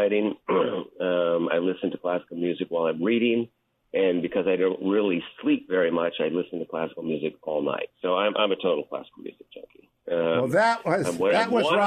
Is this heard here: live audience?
no